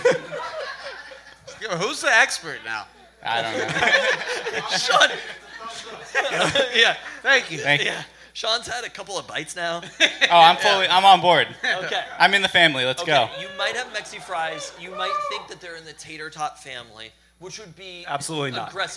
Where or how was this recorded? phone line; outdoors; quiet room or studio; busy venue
busy venue